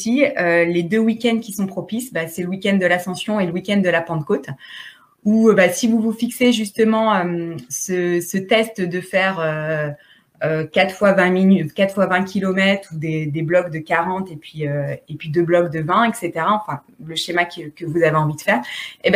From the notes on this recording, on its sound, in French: À la fin du Webinaire une session de questions/réponses étaient proposées aux participants du Live